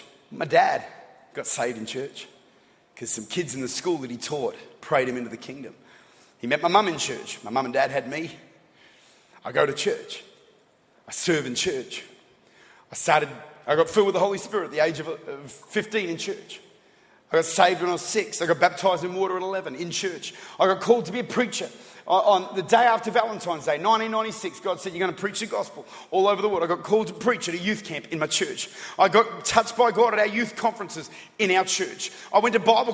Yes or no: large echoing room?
yes